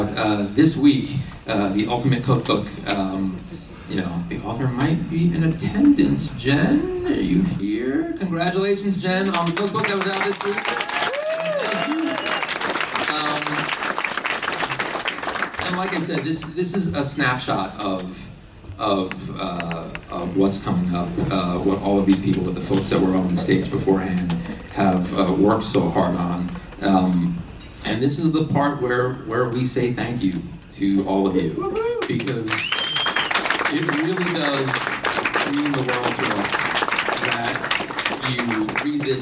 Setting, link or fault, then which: setting, live audience